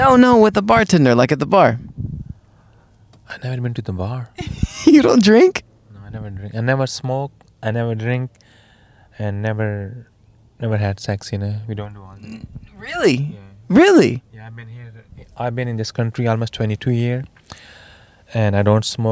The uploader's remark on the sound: record a podcast in his car, I do a short interview on the street